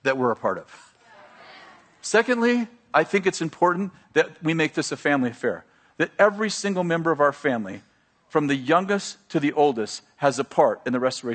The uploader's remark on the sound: at Bethel Church in Redding, CA